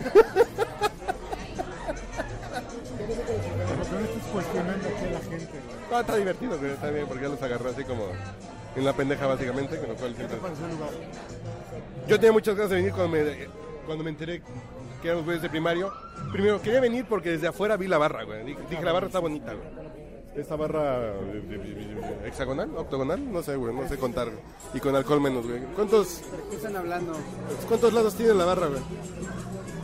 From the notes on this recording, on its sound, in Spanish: Regresamos a nuestros orígines, nos fuimos a una cantina y prendimos la grabadora.